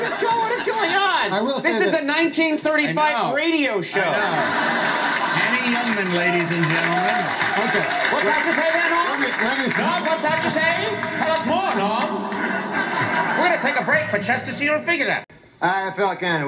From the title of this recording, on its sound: live at farmers market in London ky